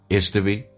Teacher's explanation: to 说成 t， be 长元音说成短元音 be，降调来发 isto be